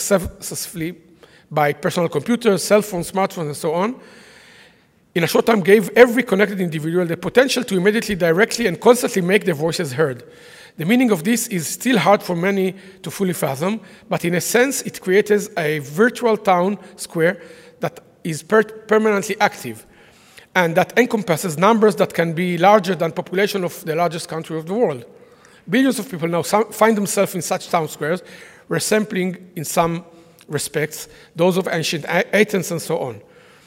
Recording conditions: live audience